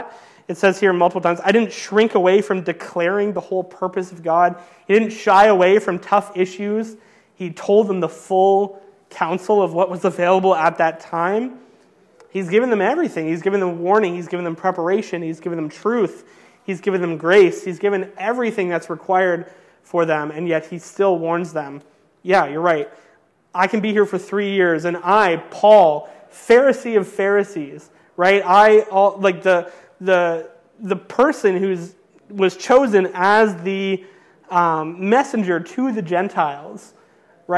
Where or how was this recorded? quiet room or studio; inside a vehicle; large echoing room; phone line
large echoing room